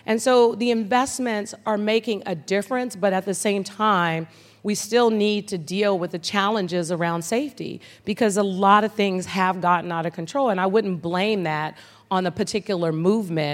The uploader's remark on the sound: Live from San Francisco!